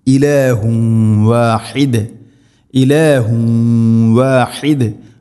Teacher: തൻവീനിനെ വ എന്ന അക്ഷരത്തിലേക്ക് കൂട്ടിലയിപ്പിച്ച് മണിച്ചുകൊണ്ട് ഉച്ചരിക്കണം